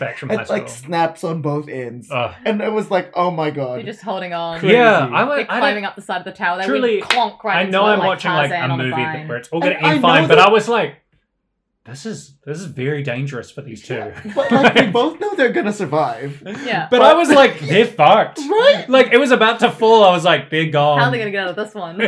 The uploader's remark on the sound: Heads up, the audio sounds a little different this episode! We don't think it's hugely distracting but just a little mic mix up.